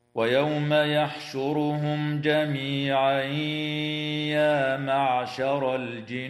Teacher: وتغن النون المشددة من كلمة الجن · أما بعد، فقول الله تعالى: ويوم يحشرهم جميعا يا معشر الجن قد استكثرتم من الإنس. تفخم الراء وصلا ووقفا في كلمة يحشرهم لأنها مضمومة · Term: الغنة